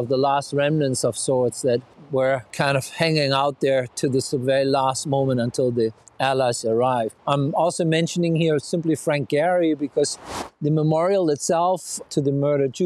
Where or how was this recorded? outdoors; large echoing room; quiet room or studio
outdoors